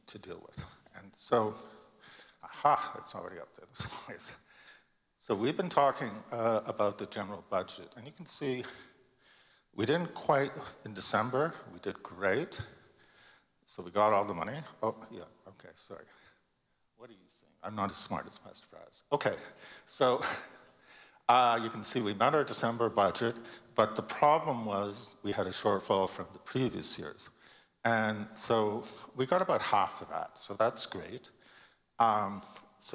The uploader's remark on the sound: Sunday Service live broadcast